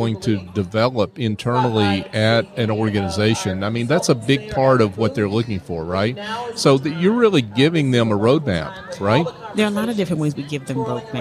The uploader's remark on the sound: LIVE at the Business RadioX® remote at SOAHR 2023